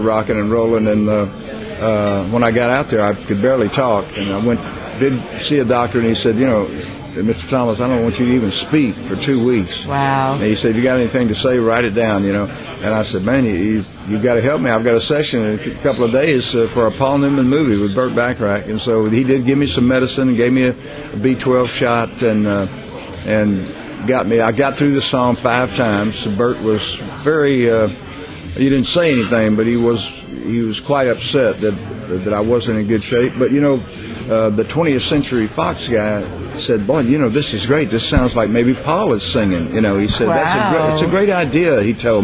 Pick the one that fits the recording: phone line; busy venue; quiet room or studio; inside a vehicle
busy venue